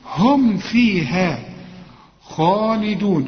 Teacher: خد بالك من الميم دي اوعى تغنها، وبالذات إذا جت جنب فاء